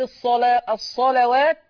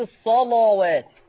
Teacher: لما تيجي لام مفتوحة قبلها صاد مفتوحة ورش يفخمها · Shown in: second take